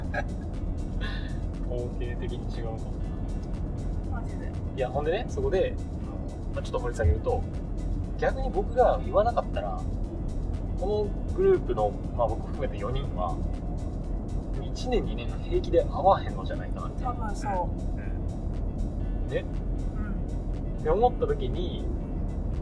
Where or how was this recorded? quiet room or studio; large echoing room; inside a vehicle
inside a vehicle